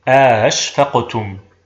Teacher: فمثلا في أأشفقتم الهمزتان مفتوحتان، فنسهل الهمزة الثانية بين الهمزة المحققة والألف وندخل بينهما ألف الفصل · Term: التسهيل